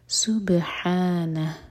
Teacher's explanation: ولد، سبحانہ، با پر قلقلہ، ہا حلق سے، اور ان میں ہا کا ساؤنڈ کلیئر آئے سینے سے